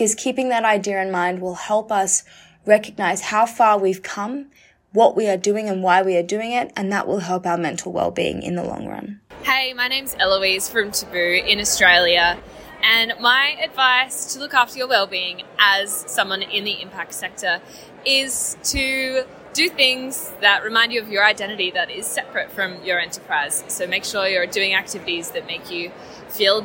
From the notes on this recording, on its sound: In a podcast recorded live from Amsterdam at the 2023 Social Enterprise World Forum.